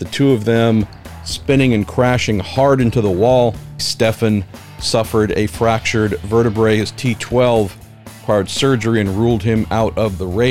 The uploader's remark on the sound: Sounds of the 2023 Indianapolis 500. We were recording when Katherine Legge hit Stefan Wilson and caused both of their cars to crash hard and go sailing by.